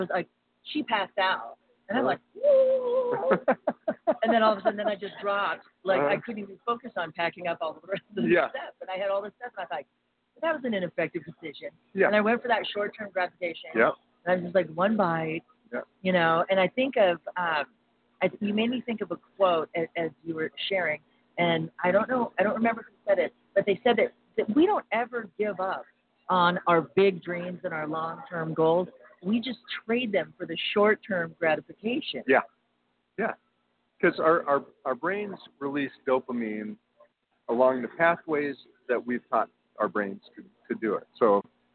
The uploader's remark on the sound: Live From Freedom Fest